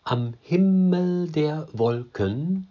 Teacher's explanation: ganz eindeutig in einer unbetonten, dann eine betonte Silbe und dann haben wir zwei unbetonte Silbe am Himmel der Wolken.